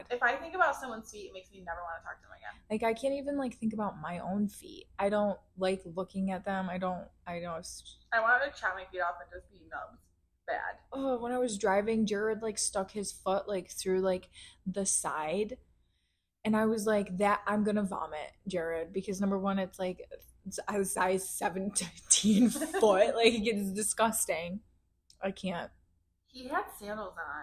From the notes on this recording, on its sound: The audio might be crappy